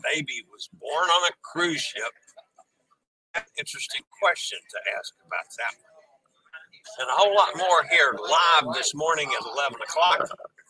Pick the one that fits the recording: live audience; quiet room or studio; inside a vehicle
inside a vehicle